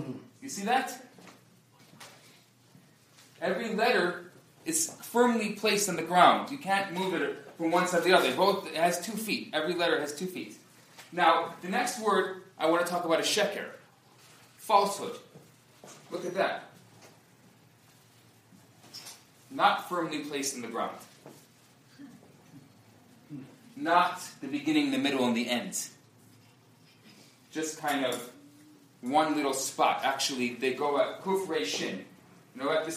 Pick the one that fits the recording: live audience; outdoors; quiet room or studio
live audience